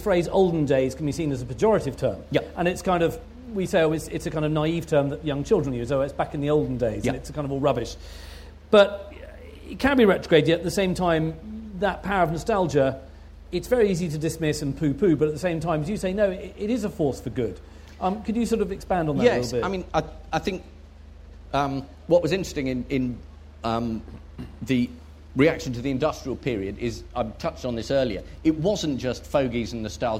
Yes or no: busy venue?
yes